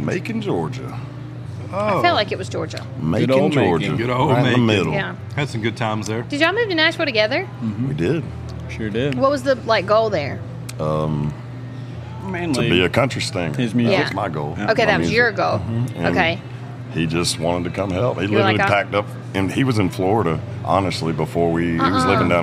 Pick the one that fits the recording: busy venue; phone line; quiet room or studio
busy venue